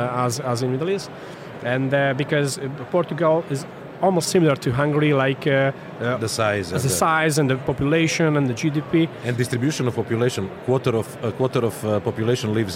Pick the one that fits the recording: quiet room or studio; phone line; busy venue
busy venue